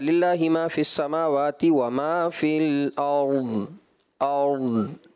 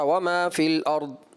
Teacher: ضاد میں جو ہے نا تاخیر تھوڑی سی رہتی ہے صفت استطالت کی وجہ سے · Shown in: first take